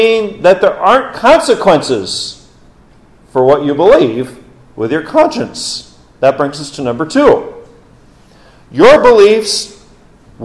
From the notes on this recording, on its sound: This message given on Reformation Sunday. During Orwell Bible Church's morning service, October 30, 2022.